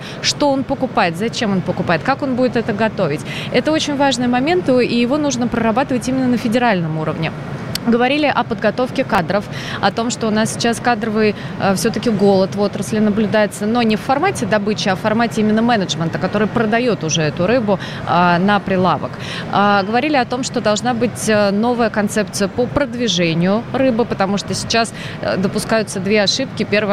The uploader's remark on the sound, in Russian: III Международный рыбопромышленный форум открылся в Петербурге. Из открытой студии Радио «Комсомольская правда», работающей на форуме.